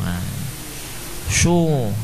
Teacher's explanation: Melewatkan suara dhammah tidak melewati bibir namun melewati hidung. Shu. Shu, tidak.